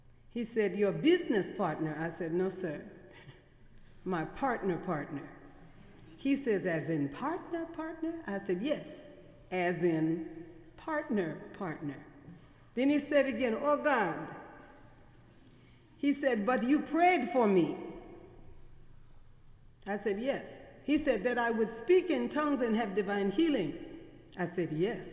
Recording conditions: large echoing room